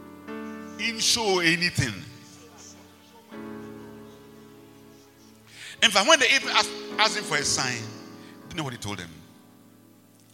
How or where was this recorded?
large echoing room